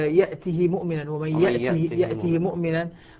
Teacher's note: قرأها بإسكان الهاء السوسي طبعا